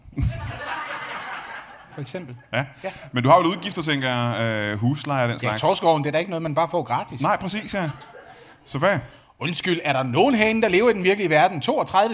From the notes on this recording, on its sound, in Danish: LIVE fra Greve.